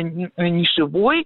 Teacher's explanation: в словарях зафиксировано слово «нишевой» с ударением на окончании, это окончание «ой»